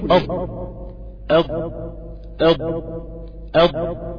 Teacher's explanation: دي اسمها الاستطالة، استطالة اللي هي تحرك اللسان داخل المخرج · من ناحية اليمين شوية الطرف من ناحية اليمين شوية دي اسمها حافة، من ناحية اليمين دي المقدمة بتاعتها دي لغاية آخر اليمين دي كلها حافة، من ناحية اليسار لغاية آخر اليسار كلها حافة، حافة بقى لناحية الأضراس اللي هي الحافة الداخلية بتلزق في منطقة الأضراس الداخلية دي بيخرج منها حرف الضاد، هي بتلزق عند منطقة وبتتحرك تطلع لقدام